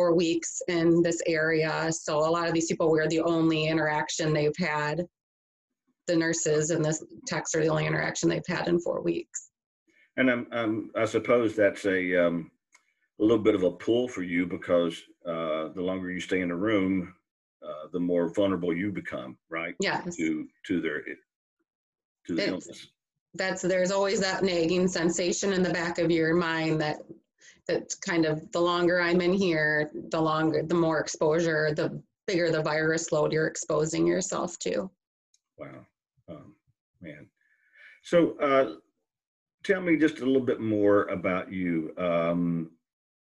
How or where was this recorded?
video call